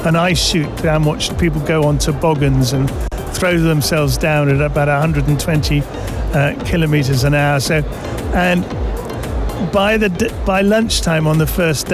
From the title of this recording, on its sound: Live from SIBF 2023